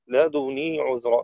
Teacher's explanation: نافعا يقرأ بضم الدال ضما خالصا وتخفيف النون